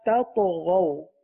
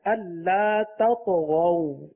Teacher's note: تا کو باریک ادا کیا جائے گا اور تو کو پر پڑا جائے گا. اور مزید یہ کہ تو جو ہے وہ حروف مستعلیہ میں سے بھی ہے، حروف قلقلہ بھی ہے.